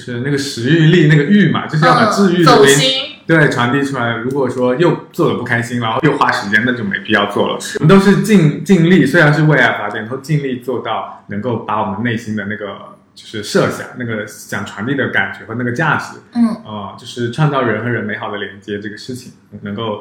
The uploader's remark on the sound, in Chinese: 音质问题我们尽力了TAT，但还是有不完美的地方